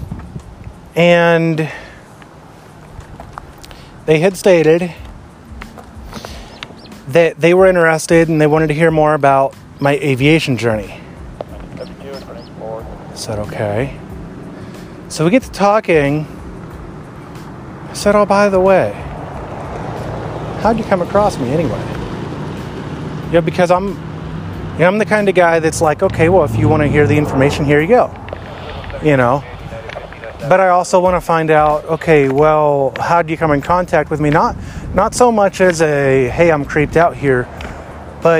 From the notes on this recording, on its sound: Made and edited on my IPad, uploaded to Anchor via the IPad, and the writing was done via my iphone. It's a beautiful day and so I'm out walking and talking and listening to the radio.